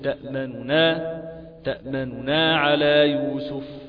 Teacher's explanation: نعم، وله فيها وجه اخر وهو الروم. الروم ده ان نأتي بثلثي الحركة